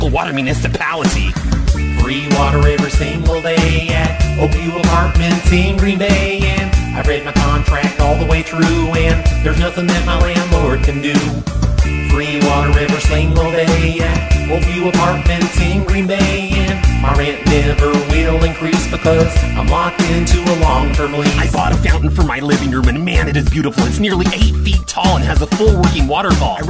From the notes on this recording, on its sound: Prank Phone Calls